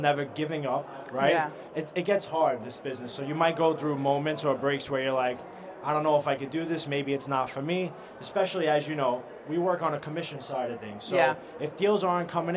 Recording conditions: busy venue